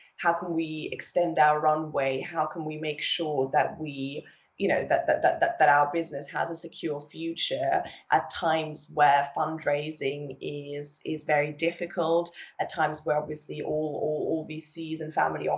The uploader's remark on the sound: joined over Skype